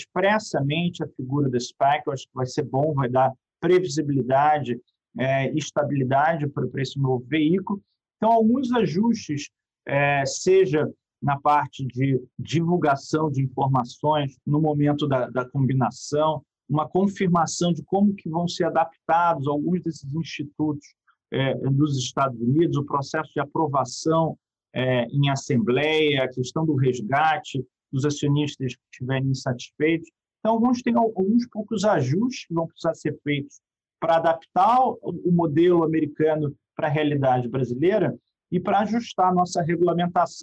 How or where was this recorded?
video call